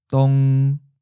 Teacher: Seventh tone, mid flat.